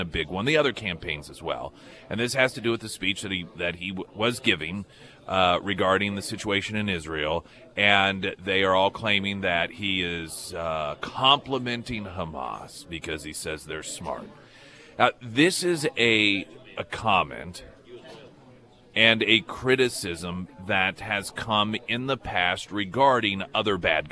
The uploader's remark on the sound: live at Scramblers Diner